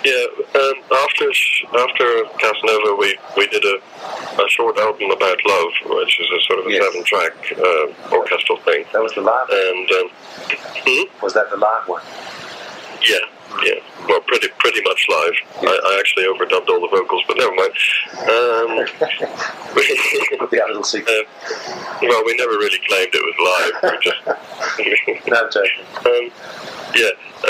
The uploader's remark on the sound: this is that analogue, 1998, recording, warts, and all (apologies)